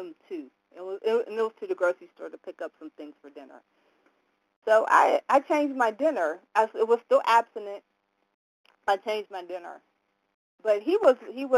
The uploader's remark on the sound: 100 Pounders Phone Meeting